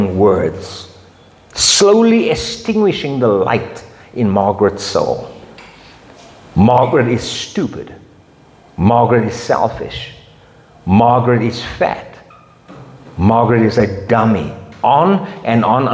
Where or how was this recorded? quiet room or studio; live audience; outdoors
live audience